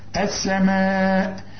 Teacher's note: اللام دي اتحولت لسين بدون تشكيل